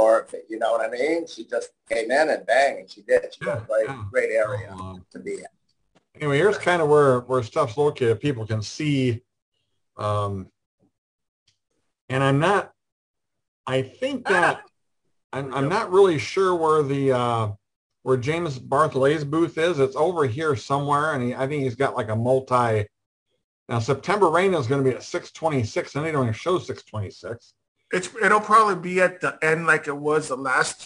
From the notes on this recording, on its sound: our Zoom Show on 7/10/2022